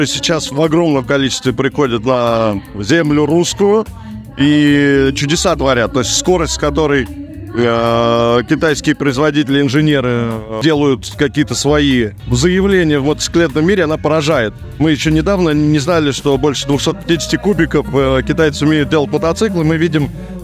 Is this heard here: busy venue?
yes